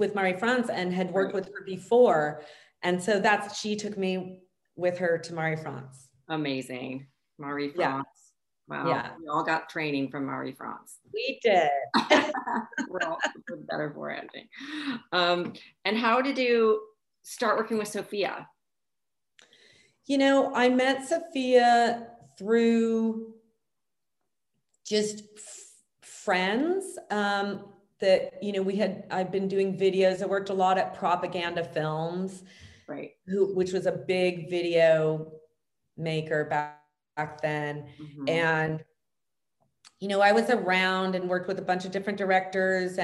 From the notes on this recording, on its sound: an all new zoom home edition episode